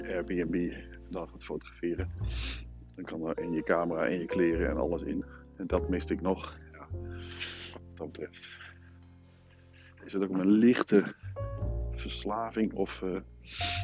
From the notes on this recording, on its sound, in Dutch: Met iPhone AirPodcastend door het bos. IPhone, airpods en Anchor.